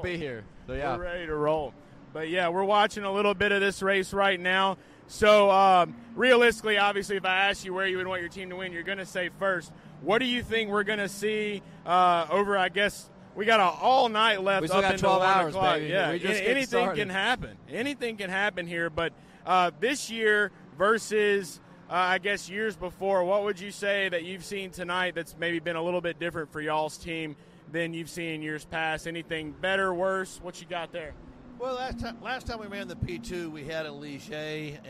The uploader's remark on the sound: LIVE from Daytona International Speedway